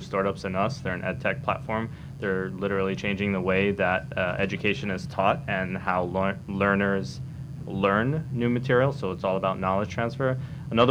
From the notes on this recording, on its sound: We recently attended the Hawaii Venture Capital Association’s "State of the Startup Investment Industry in Hawaii" Luncheon, where a distinguished panel discussed.